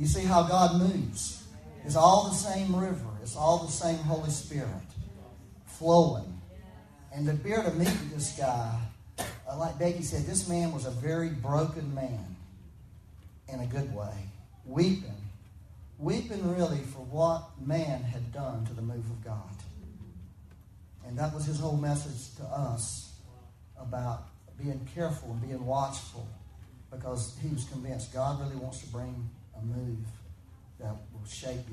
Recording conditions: echo